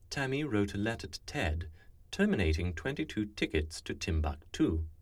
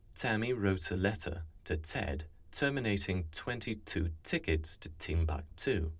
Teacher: It's aspirated before a vowel. However, there are some speakers who use a splashy T that sounds somewhat like a TS combination. It's dentalized with the tongue touching the back of the teeth. · Shown in: second take · This is common in RP speech, but not preferred.